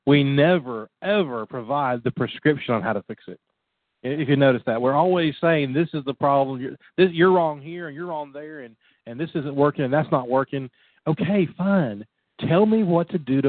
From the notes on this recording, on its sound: Call in Q & A show.